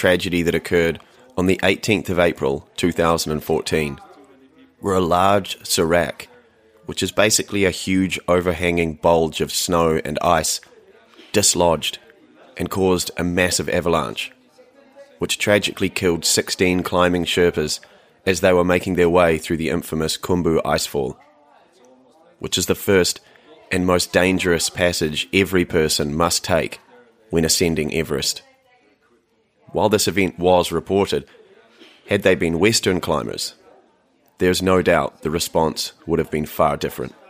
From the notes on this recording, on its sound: The two-week journey to Mt Everest Base Camp, in the Himalayas in Nepal. This podcast features immersive sound, recorded on location, when listened through headphones you'll feel like you're really there. Like any adventure this wasn't without it's challenges, expect to hear everything.